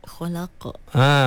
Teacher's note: Lidah yang paling belakang sekali. Sebelum masuk ke bahagian kerongkong, itulah tempat huruf qaf. Jadi pastikan kita matikan tu dengan sempurna, lantunkan dia dengan semula jadi.